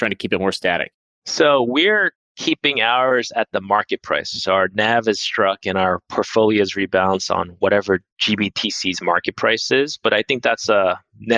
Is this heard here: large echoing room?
no